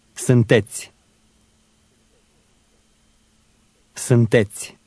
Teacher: The I at the end of that word was almost silent.